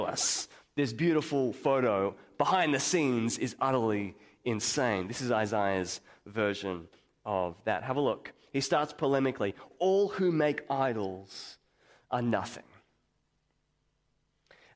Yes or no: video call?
no